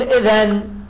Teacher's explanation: وقيل يوقف، يعني نقف عليها بالنون، لا نتلفظ بالنون، نقول إذن، لأنها، لأن النون في إذن كنون لان وإن.